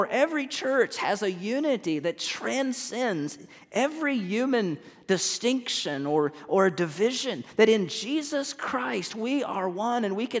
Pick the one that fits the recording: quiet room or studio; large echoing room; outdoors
large echoing room